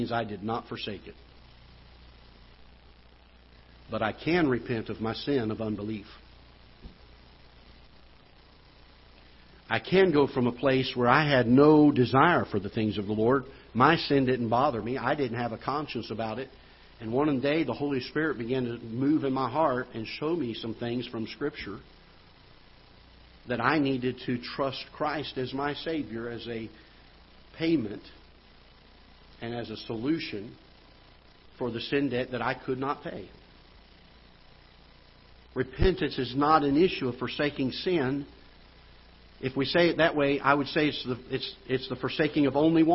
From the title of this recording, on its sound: Ketha Heights Baptist Church ~ Live Broadcast